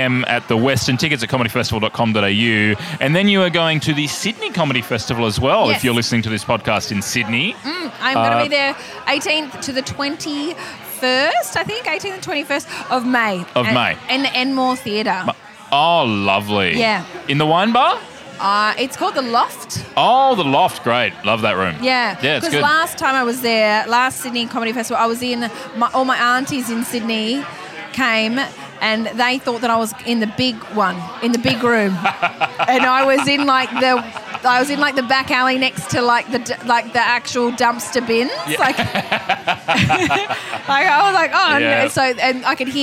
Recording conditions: busy venue